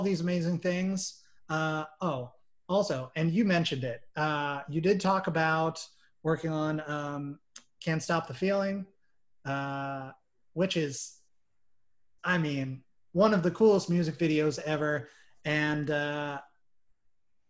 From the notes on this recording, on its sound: Recorded via Zoom